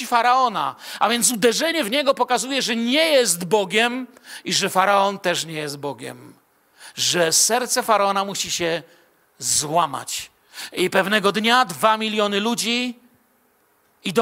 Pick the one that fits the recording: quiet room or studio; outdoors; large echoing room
large echoing room